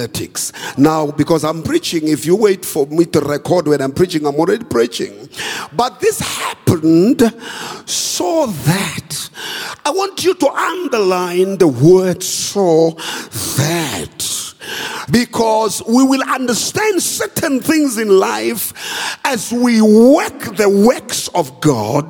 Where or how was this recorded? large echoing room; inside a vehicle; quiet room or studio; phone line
large echoing room